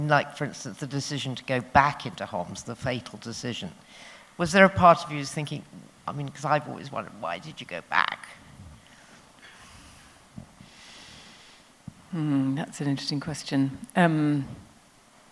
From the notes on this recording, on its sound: Recorded at The Tabernacle in London on 21st January 2019.